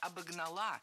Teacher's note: Обогнала, неверно, правильно, обогнала. Опять же, ударение ставим на окончание, на традиционное для этой формы место.